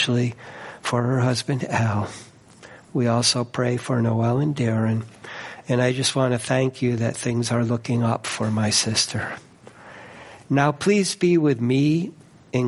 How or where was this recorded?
large echoing room